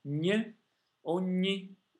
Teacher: that GN that makes that ny, is also always a double consonant.